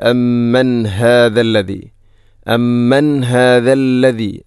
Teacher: ഇവിടെ അമ്മൻ ശേഷം ഹാഇൻ്റെ ശബ്ദം കൃത്യമായിരിക്കണം, തൊണ്ടയുടെ ഏറ്റവും അടിഭാഗം